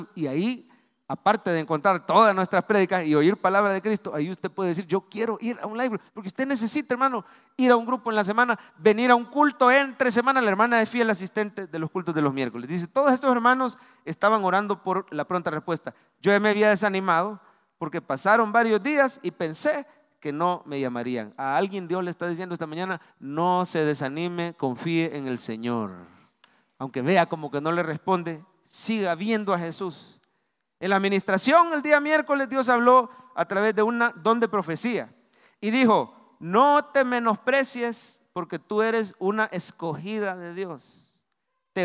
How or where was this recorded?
large echoing room